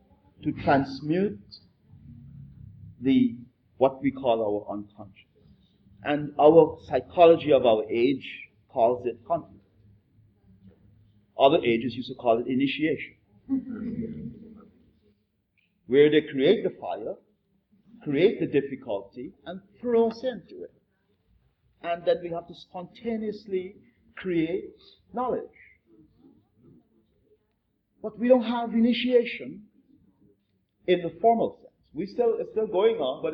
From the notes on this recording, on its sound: This podcast is a public conversation. Recorded in Santos, Brazil. Even though the audio quality isn't perfect.